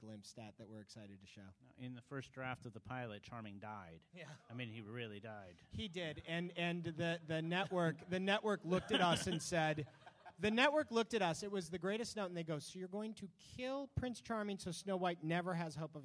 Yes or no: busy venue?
yes